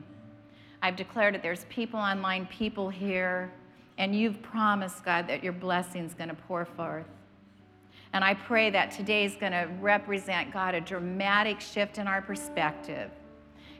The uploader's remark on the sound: was preached on March 27th at the 10AM service.